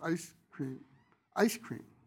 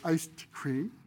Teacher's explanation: over time we dropped the D and now we think of it as ice cream · Shown in: first take